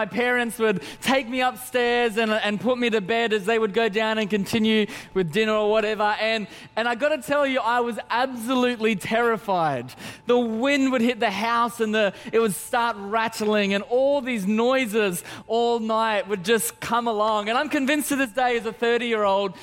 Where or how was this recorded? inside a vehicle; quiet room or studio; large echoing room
large echoing room